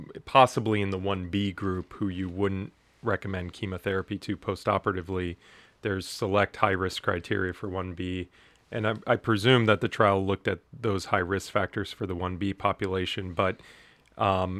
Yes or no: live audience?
no